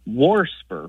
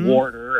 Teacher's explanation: warsper, with an extra R thrown in there · Term: R insertion